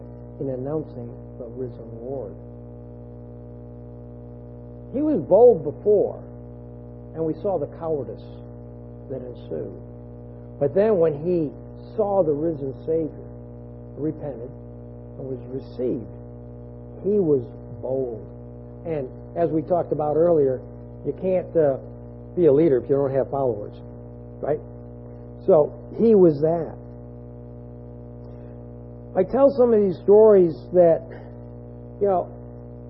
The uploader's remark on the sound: this audio has been edited to try and reduce an annoying hum in the background, it was not completely erased.